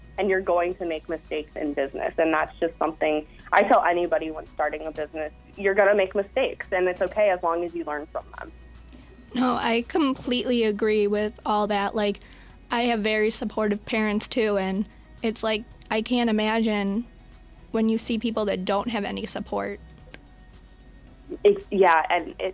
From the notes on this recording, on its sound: joined on the phone